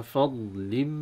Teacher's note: أن تراعي ترقيق الفاء مع تفخيم الضاد